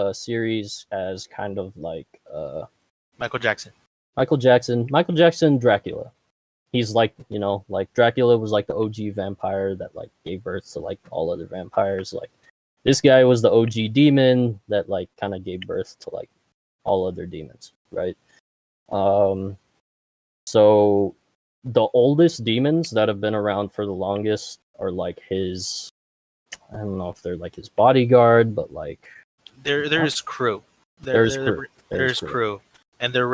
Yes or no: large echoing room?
no